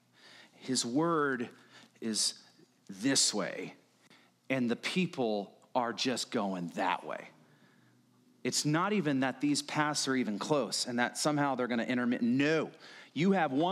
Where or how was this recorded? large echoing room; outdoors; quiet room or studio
large echoing room